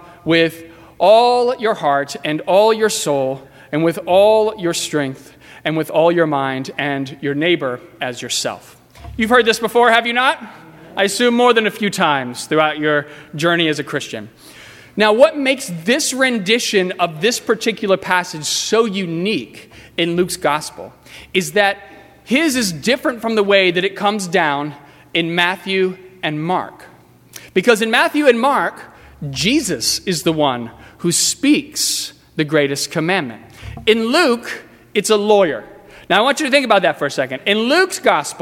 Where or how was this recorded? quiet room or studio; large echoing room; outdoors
large echoing room